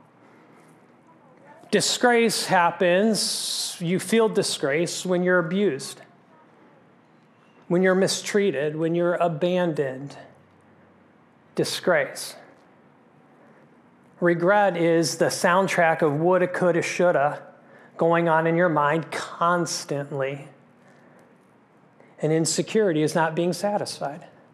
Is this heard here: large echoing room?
yes